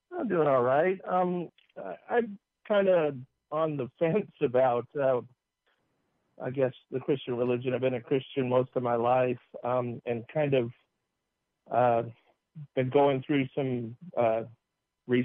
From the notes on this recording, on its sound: Take viewer calls after a late start due to technical difficulties.